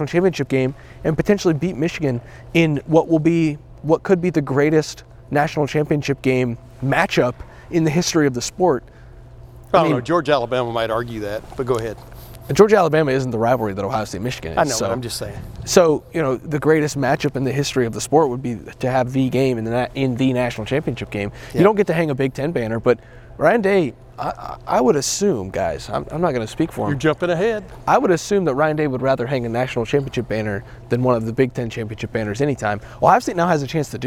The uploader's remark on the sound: Met with the media for his press conference to preview the Bulldogs.